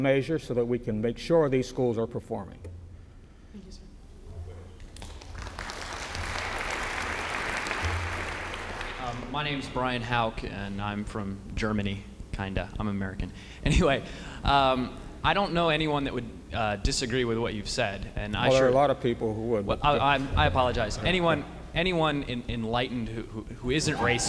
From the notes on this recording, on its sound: Was recorded at the 1997 Achievement Summit during his symposium presentation at the U.S. Naval Academy in Annapolis, Maryland.